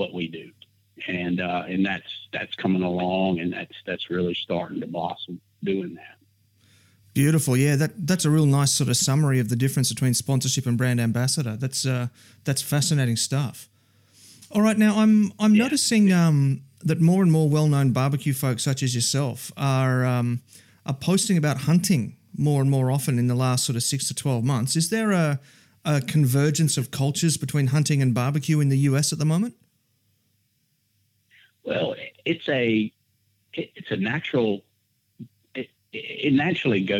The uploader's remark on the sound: we found another time to record over the phone